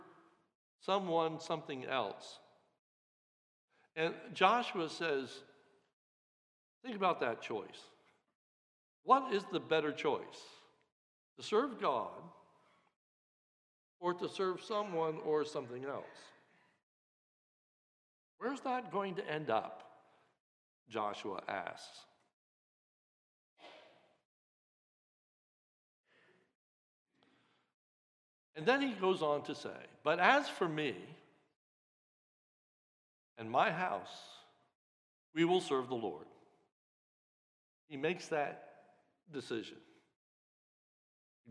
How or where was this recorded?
large echoing room